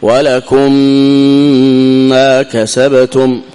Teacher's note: والغنة هنا في إدغام الميم الساكنة في الميم، يعني الغنة فيها بمقدار حركتين